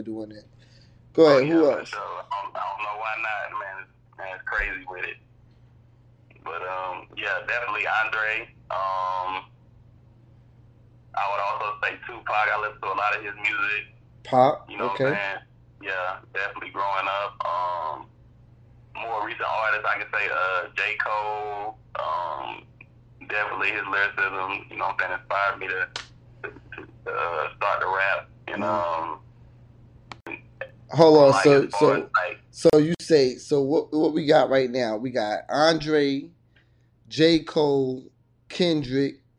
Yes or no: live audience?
no